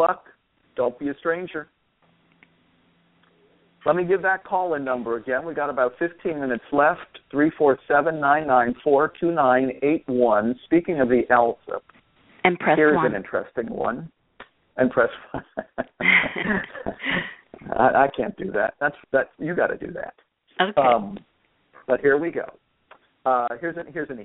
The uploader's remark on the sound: a dad called in to provide us with an update